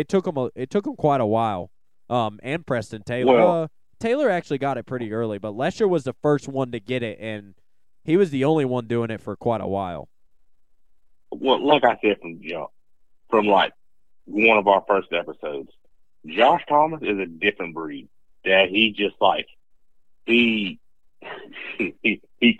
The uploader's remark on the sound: have a call in from FirePower Honda 250SX East Riders